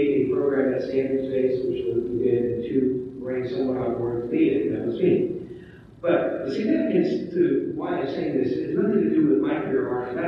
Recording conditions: poor sound quality